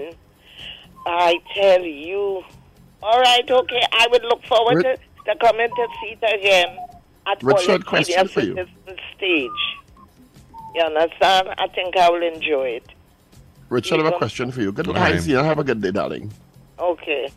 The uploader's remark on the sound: During this hour we take calls from our audience